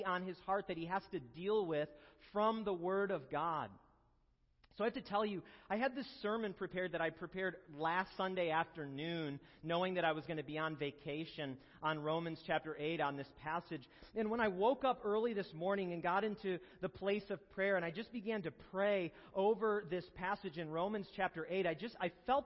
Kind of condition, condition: setting, large echoing room